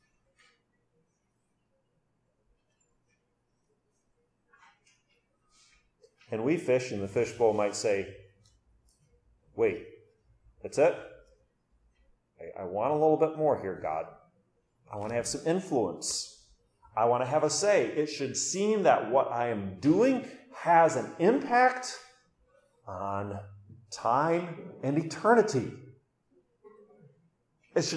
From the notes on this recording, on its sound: during Orwell Bible Church's morning service, November 6, 2022.